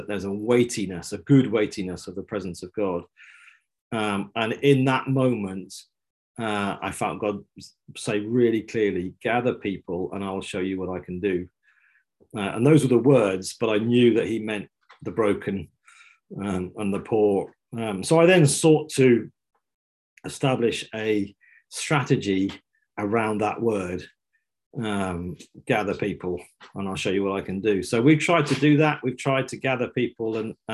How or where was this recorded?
video call